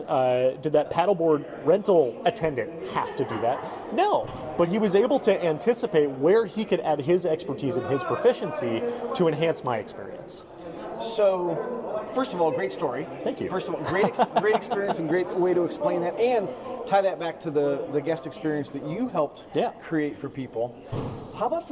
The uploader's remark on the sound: they recorded their findings in person at the Florida Attractions Association annual conference in the middle of the networking center